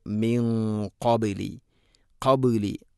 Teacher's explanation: ഖാഫ് സ്വരഭാരത്തിൽ ഉച്ചരിക്കേണ്ട അക്ഷരമാണ്, അതുകൊണ്ട് അതിൻ്റെ കൂടെയുള്ള ഗുന്നയും അല്പം സ്വരഭാരത്തിൽ കൂടെ ആയിരിക്കണം · Term: ഇഖ്ഫാ ബിഗുന്ന